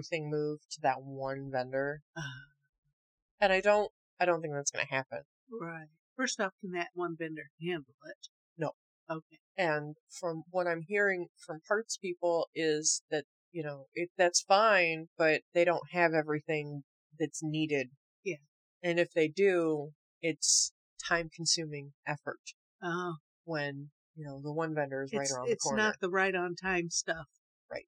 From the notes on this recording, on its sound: We had faux Rabbit Stew and hella technical difficulties.